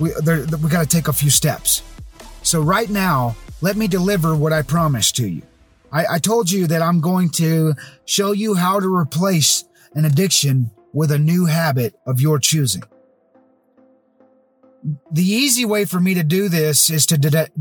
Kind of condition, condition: setting, inside a vehicle